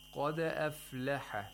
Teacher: So, only the qaf is pronounced with tafkhim. The hamza of aflaha is pronounced with tarqeeq, the fa, the lam, the hav, this word, and all of the other letters are pronounced with tarqeeq.